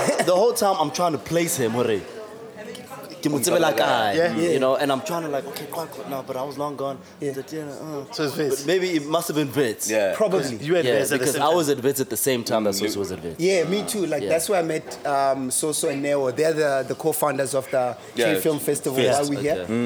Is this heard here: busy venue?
yes